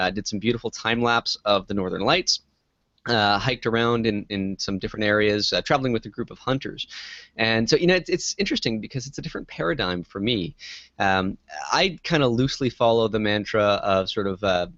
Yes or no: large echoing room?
no